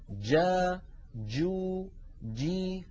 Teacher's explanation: لما نقول جا يكون المخرج مقفولا تماما ثم ينفتح · Term: الجيم